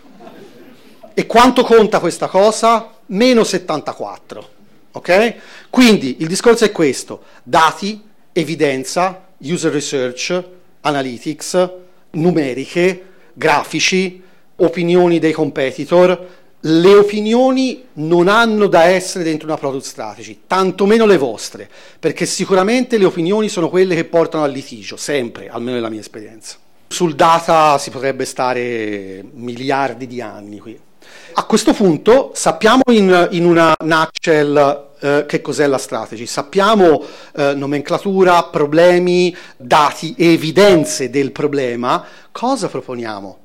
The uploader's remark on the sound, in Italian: Questo episodio riprende l’audio del meetup. A Bologna presso la sede di Musixmatch.